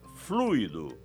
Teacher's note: Repare, o isqueiro está sem fluido, sem acento, e a pronúncia é fluido, com a tônica no U